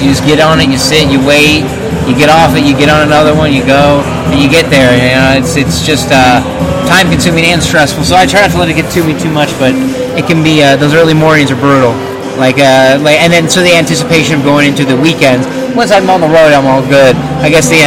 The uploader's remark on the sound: Bear with the background noise